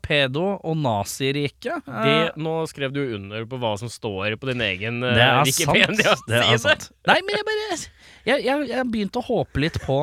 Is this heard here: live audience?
no